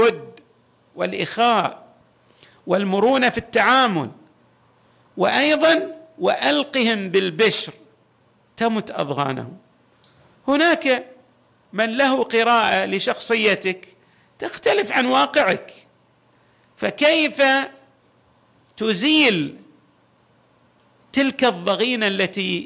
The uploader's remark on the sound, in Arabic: تسجيلات جامع الامام علي عليه السلام الأحساء المبرز